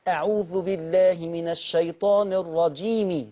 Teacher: لو هتوصليهم تقولي ايه اعوذ بالله من الشيطان الرجيم، تبيني كسر الميم، لكن ما تقوليش، في ناس بيغلطوا فيها لما يجي يوصلوها يسكنوا الميم، لو هوصل احرك الميم بكسر لان الميم اصلا مكسورة